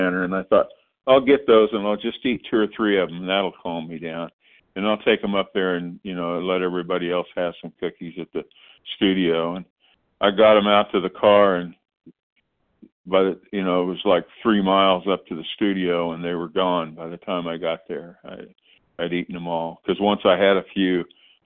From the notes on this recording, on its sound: 100 Pounders Phone Meeting.